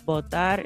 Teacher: the B in Spanish is a little bit softer than the B in English. So we're used to sort of saying B, and we really press our lips together.